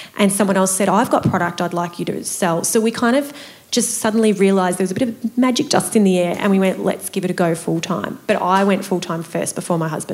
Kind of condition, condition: setting, live audience